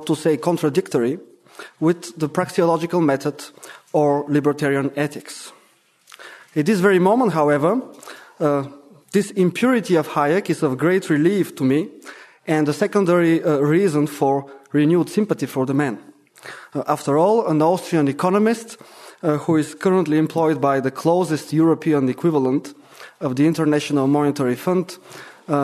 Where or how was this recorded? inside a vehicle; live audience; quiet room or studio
live audience